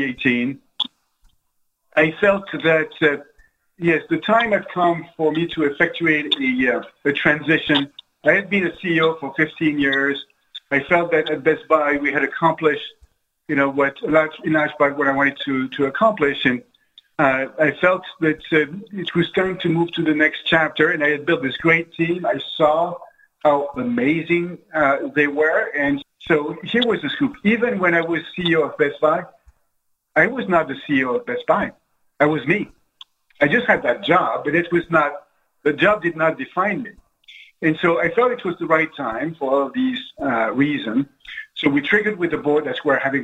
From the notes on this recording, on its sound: This interview was recorded at the 2020 Global Business Leaders Forum, which was held online.